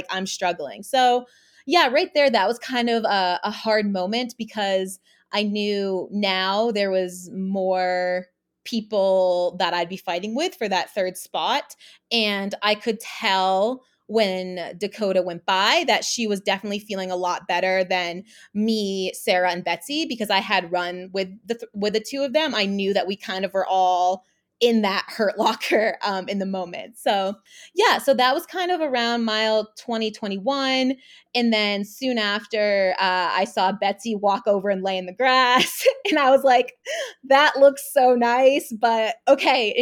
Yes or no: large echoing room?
no